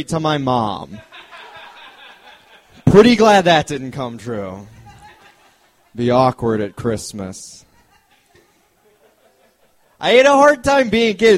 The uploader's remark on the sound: This episode was recorded at the Hungry Brain in April 2011.